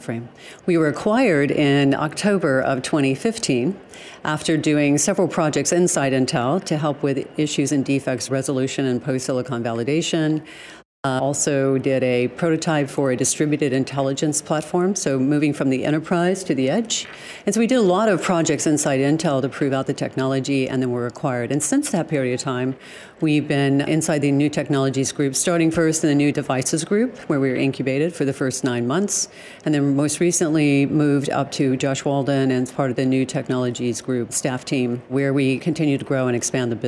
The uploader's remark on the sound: Joins us live from Intel AI Day in San Francisco.